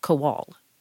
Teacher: the emphasis on my last name should be on the second syllable, Kowal. It's Ukrainian, and the emphasis lands on the second syllable.